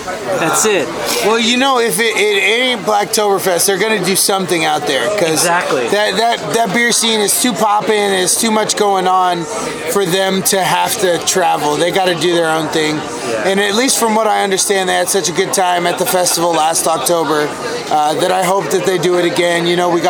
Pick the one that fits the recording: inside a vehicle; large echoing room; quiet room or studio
inside a vehicle